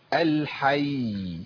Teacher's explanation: أزود زمن شوية بس عشان أبين إن كان فيه هنا تشديد